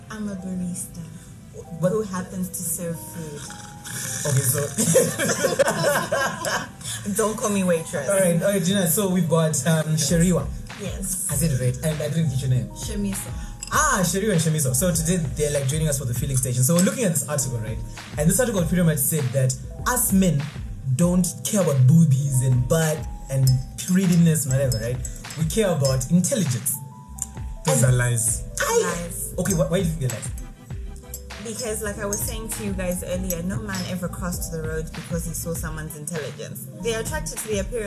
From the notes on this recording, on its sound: sit down at Le Spot to try out new mics as well as the food at Le Spot